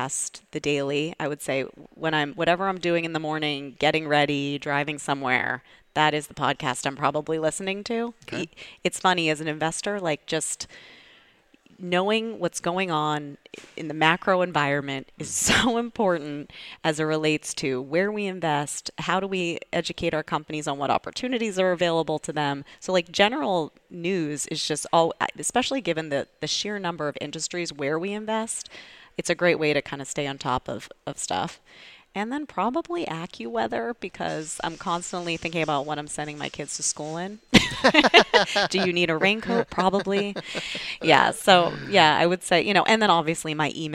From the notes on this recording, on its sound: This episode is one of two interviews that we recorded live at Startup Boston Week at Suffolk University.